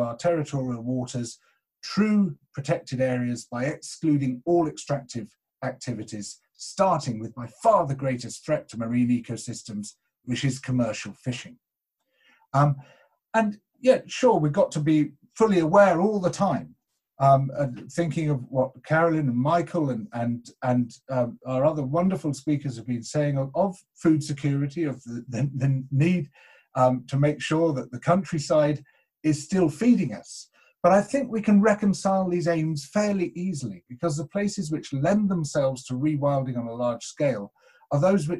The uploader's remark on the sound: This talk was recorded at the second online 5x15 in May 2020.